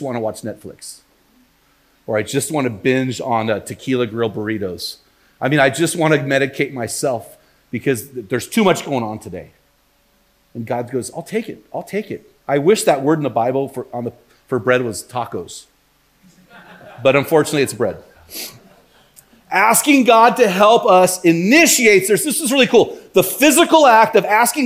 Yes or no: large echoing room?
yes